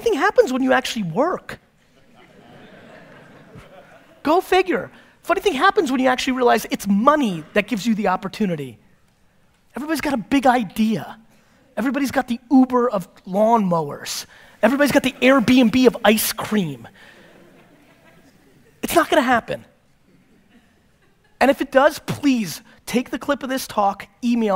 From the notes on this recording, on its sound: This episode is from a keynote I gave in Ontario back in 2017.